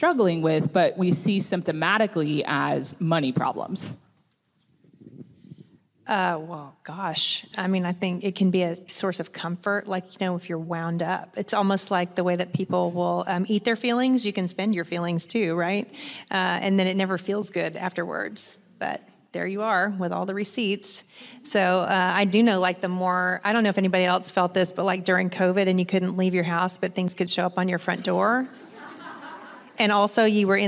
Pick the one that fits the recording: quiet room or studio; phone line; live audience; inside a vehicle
live audience